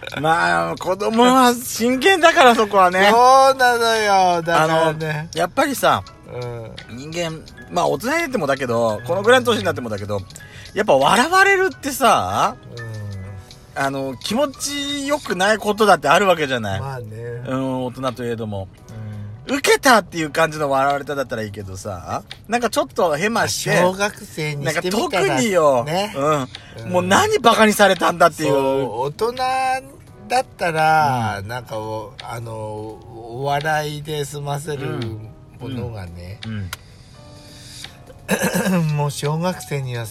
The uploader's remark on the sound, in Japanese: Radiotalk。パーキング収録。